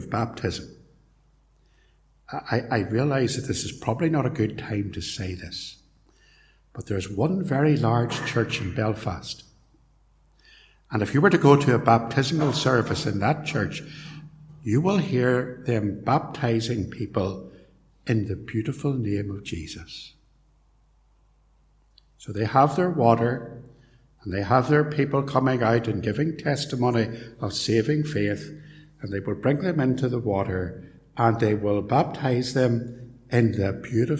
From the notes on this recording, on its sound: Recorded live at Templepatrick Reformed Church, Co.Antrim.